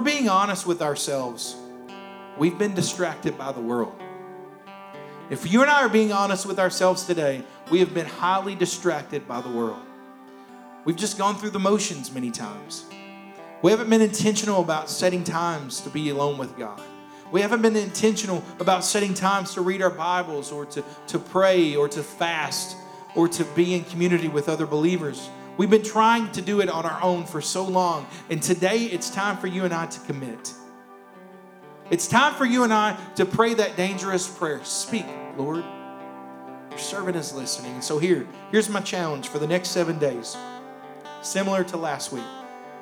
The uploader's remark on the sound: Here is a rebroadcast of our service from May 16th, 2021